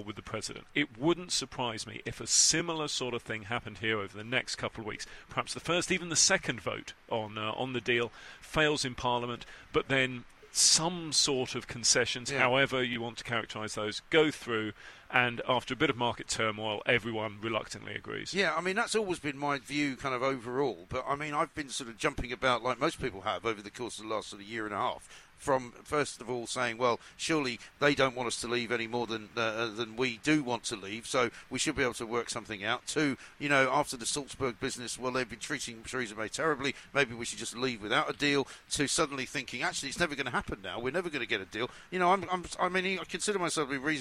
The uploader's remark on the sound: Came live from College Green.